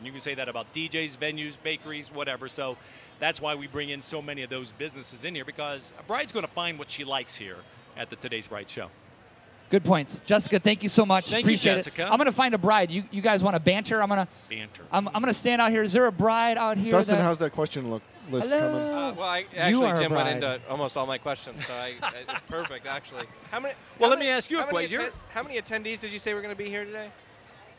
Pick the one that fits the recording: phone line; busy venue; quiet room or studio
busy venue